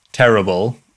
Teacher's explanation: if you were to say the word terrible, you would put the emphasis on the ter bit, as opposed to it would sound weird if I said terrible.